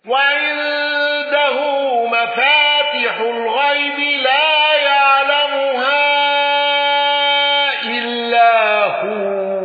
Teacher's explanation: يعقوب بالوقف بهاء السكت